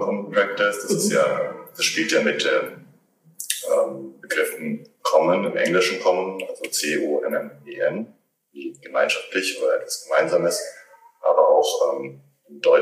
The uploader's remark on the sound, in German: Leider ist diese Folge geprägt von Soundproblemen